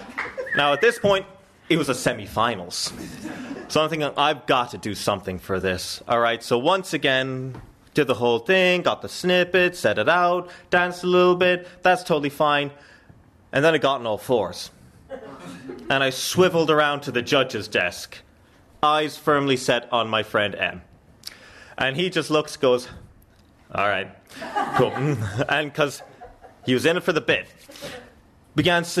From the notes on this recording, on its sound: Recorded in March 2023 at our Berlin show.